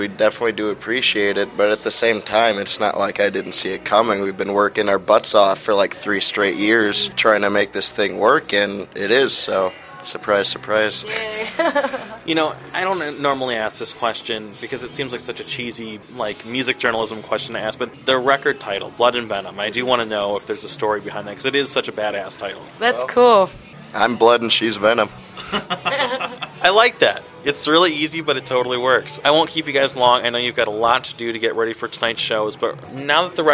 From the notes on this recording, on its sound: interview recorded onsite at Panchos in Logan Square